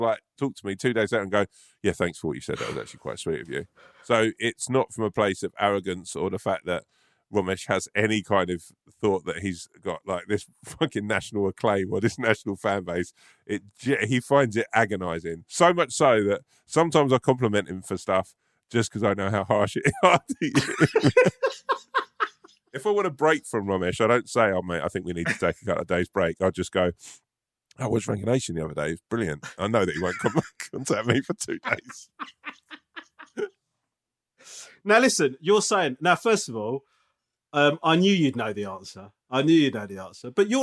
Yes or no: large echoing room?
no